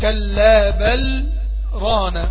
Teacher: طيب المثال الوحيد اللي ما فيش فيه إدغام وجت اللام الساكنة في حرف وبعدها راء في سورة المطففين، في سورة المطففين كلا بل رانا، لأن احنا في طريق الشاطبية عندي سكت، من طريق الشاطبية عندنا سكتة، السكت يبقى هقف على اللام، والسكت هقف على اللام يبقى لازم انطق اللام، فما فيش إدغام